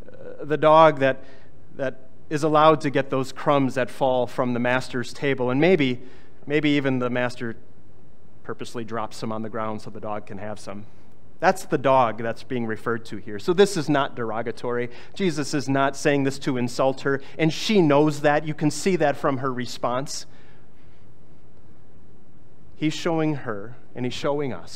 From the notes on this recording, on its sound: was preached on August 20, 2023